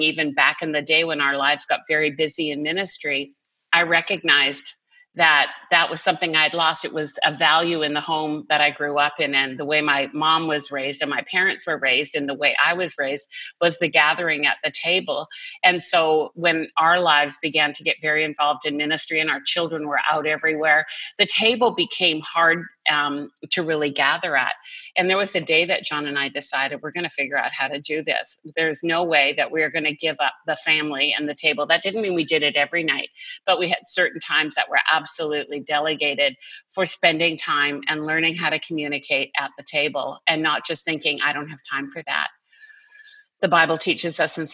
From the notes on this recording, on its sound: listen in on this group zoom conversation